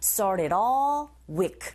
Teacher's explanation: 그리고 D 사운드로 끝났지만 뒤에 이어지는 에, I mean all, all라는 모음의 소리로 연결되다 보니 연음 현상이 일어나죠